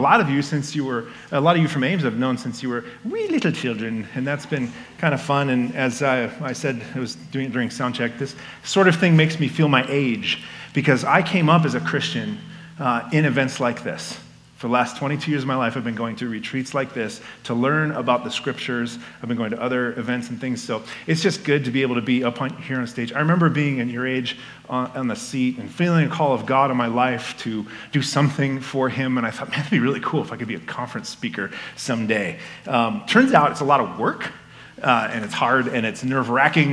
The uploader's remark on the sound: This message was given at Fall Conference 2022.